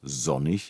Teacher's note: Und außerdem ist es ein stimmhaftes S am Anfang